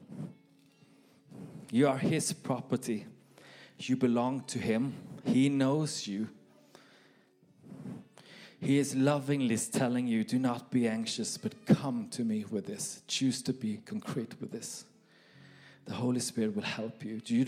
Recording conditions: live audience